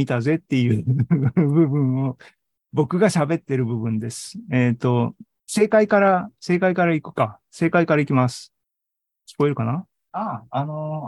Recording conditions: video call